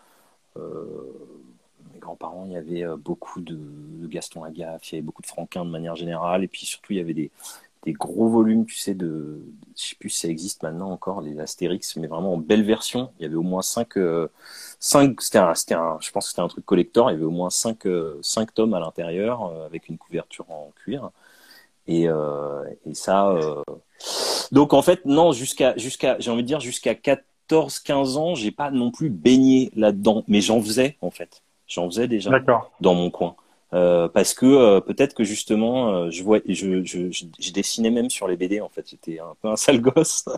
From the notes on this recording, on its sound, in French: lors d'un Live Instagram